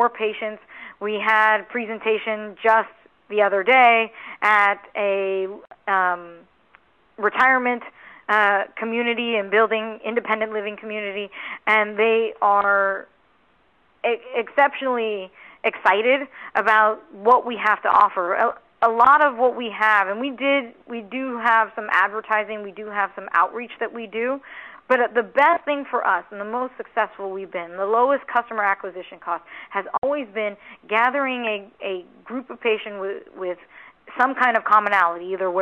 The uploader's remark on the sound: RXMD May 2019 Earnings Call. 1st Quarter 2019 Quarterly Report Conference Call.